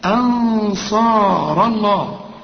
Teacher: كونوا أنصار، هنا هنفخم الغنى علشان الصاد لكن ايه الهمزة رقاها، ما تقولش أنص لا أنصار الله. الراء هنا مفخمة، ولفظ الجلالة مفخم لأن الراء مفتوح